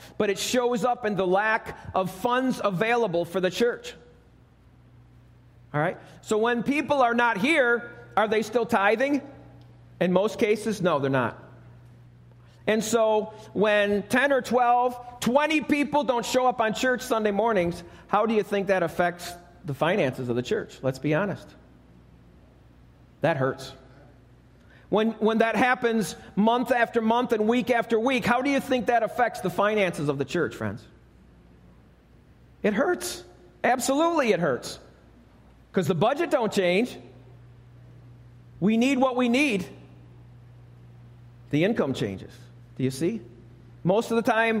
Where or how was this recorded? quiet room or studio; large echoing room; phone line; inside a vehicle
large echoing room